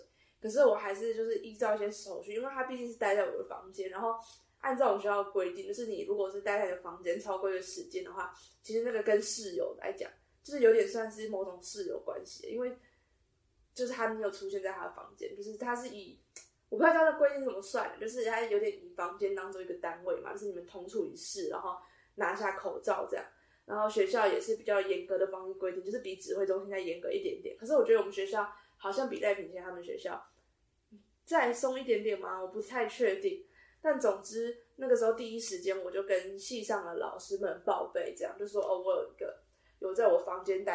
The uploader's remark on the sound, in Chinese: 音質因無使用麥克風而略有瑕疵